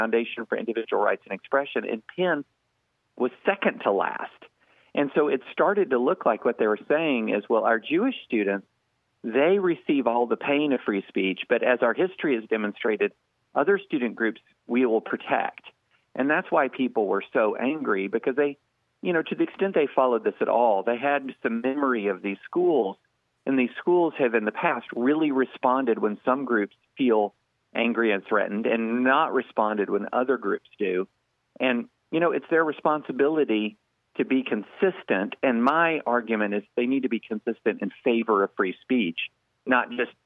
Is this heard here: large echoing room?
no